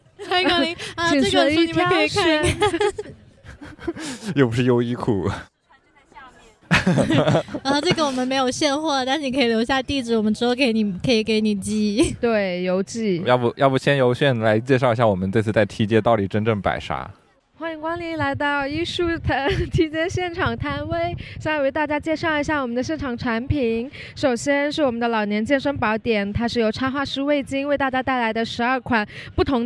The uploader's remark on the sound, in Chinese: 上周末（3月20日与21日）一树Arbre在深圳华侨城创意园的T街摆摊。三位主播也在现场做了一次录音，介绍和讨论现场售卖的商品。户外录音挺有趣的。